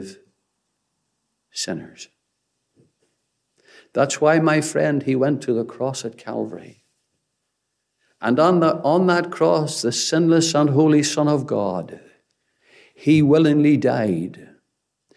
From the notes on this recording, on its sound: Gospel Audio Recording from Ballyclare Gospel Hall